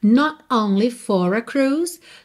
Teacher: Aqui enrolou o R de for. Por quê? Porque eu estou usando justamente esse som para ligar no A.